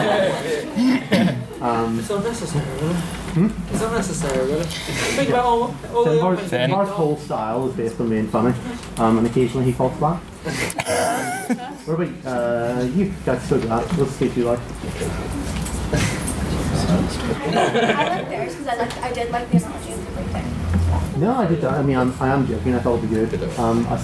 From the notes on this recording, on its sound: The Alpha Schools' Debating Competition hosted by the Queen's University of Belfast Literary and Scientific Society! This is the recording of a short break from the debating, during which we had a few mini debates and a game of Just a Minute.